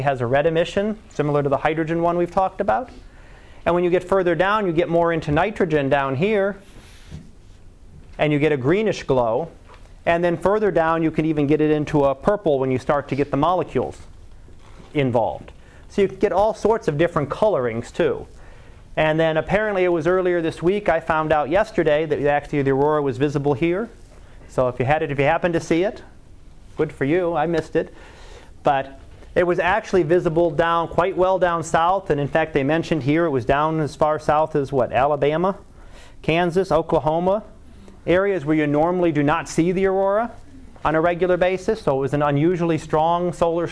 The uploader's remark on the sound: Live Class Lecture